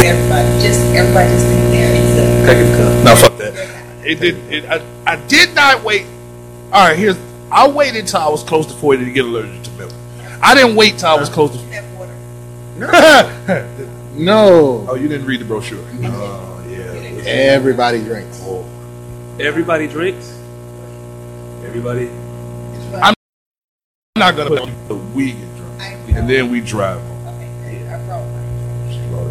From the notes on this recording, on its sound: Excuse the technical difficulties, we had some sound quality issues.